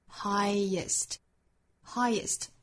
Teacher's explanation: 在单词内会有一个小 y 的音连贯两个元音